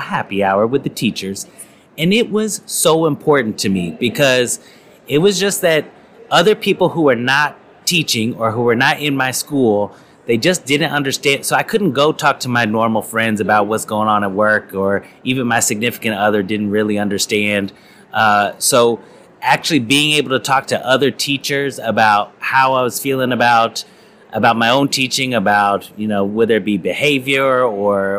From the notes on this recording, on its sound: This episode is a collection of conversations that took place at the innovate conference in St. Louis, MO.